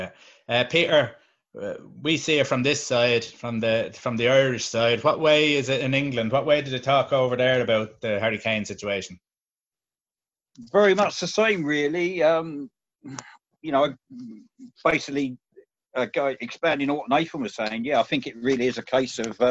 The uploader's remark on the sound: Zoom Chat